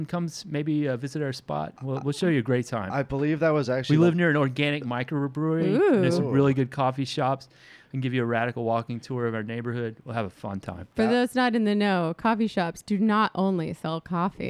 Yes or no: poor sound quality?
no